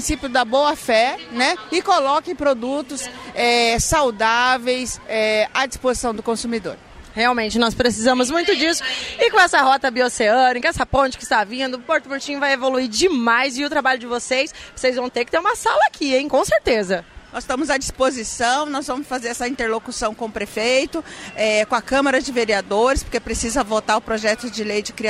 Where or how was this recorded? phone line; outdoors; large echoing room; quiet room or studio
outdoors